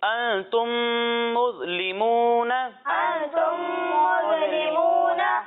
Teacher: یہاں پر میم ساکن ہے اور اس کے بعد دوسری میم آ رہی ہے تو یہاں پر ادغام شفوی ہوگا اور یہاں پر ہم گناہ کر کے پڑھیں گے ٹھیک ہے جی یعنی اسے پڑھیں گے انتم مظلمون انتم مظلمون ماشاء اللہ.